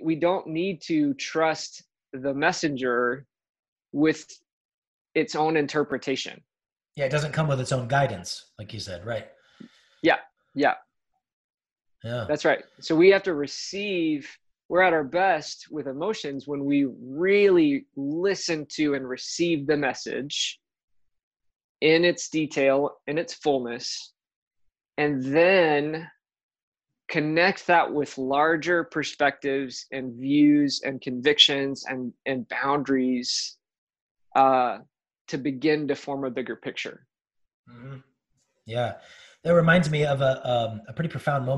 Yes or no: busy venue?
no